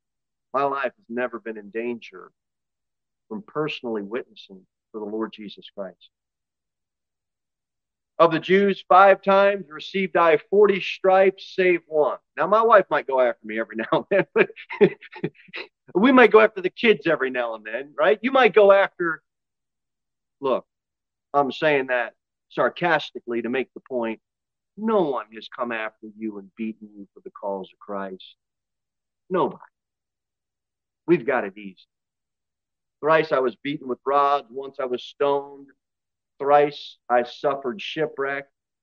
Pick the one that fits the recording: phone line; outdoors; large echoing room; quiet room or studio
large echoing room